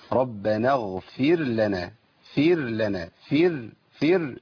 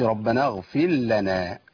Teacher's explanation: لابد من تمكين مخرج الراء. الراء هنا مرققة، آه مرققة ليه؟ لأنها ساكنة بعد كسر · Shown in: first take